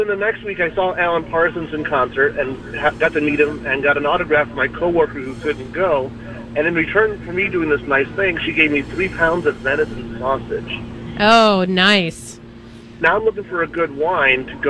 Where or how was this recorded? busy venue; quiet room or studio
busy venue